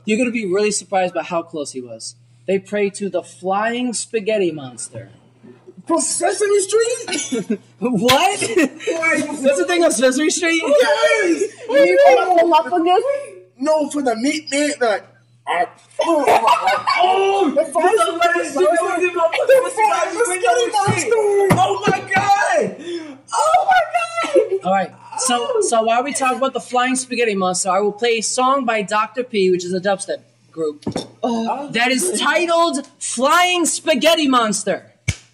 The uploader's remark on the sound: Sorry for not having crisp audio quality for our first official episode. Make sure you catch when we get a noise complaint and are threatened with police.